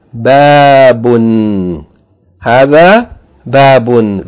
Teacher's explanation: In Arabic, hadha babun. Please note the elongation on the first syllable. Ba fatta alif.